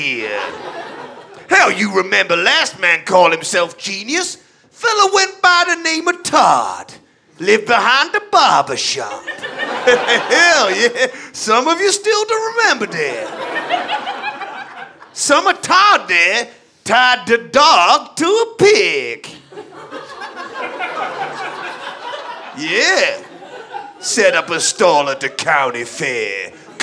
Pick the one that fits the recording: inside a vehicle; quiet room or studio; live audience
live audience